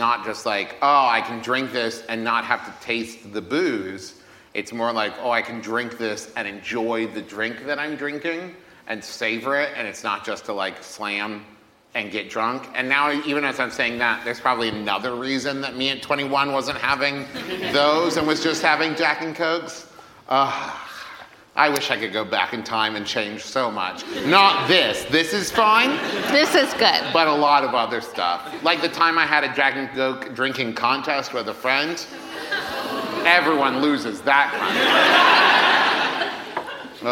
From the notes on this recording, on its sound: Gin (LIVE at London Podcast Festival). LIVE recording from the London Podcast Festival.